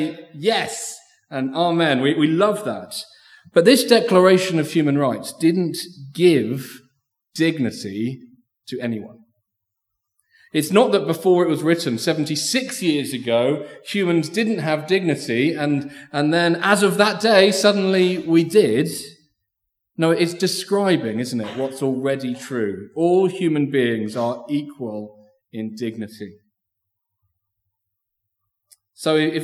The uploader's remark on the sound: Recorded Live stream 10am 'Learning for Life' from Binscombe Church (BWS) 10th December 2023